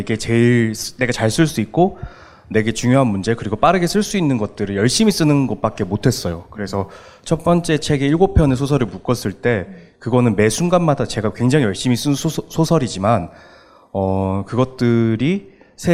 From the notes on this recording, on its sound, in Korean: 2019 젊은작가 X 책읽아웃 공개방송 대망의 1부!